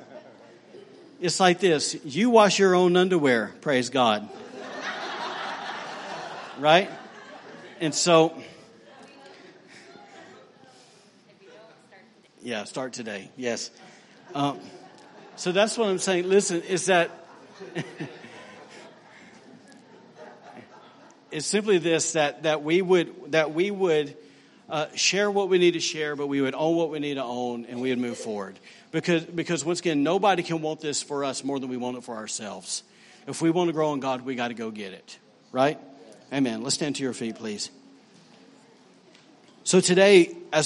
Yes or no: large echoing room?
yes